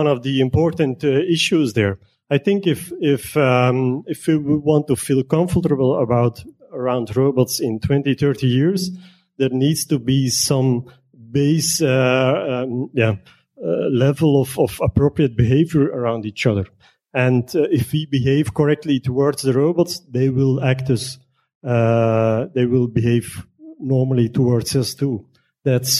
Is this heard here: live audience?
yes